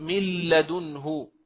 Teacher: الإدغام الكامل بلا غنة حرفاه هما اللام والراء، ومن أمثلته المثال الأول من لدنه، أدغمنا النون الساكنة هذه في اللام التي بعدها إدغاما كاملا فلم يبق للنون أي أثر، يعني بكلمة أخرى لم يبق للنون غنة، ففي هذه الحالة ننطق اللام لاما مشددة دون نطق النون، فنقول من لدنه، يعني انتقلنا مباشرة من الميم إلى اللام.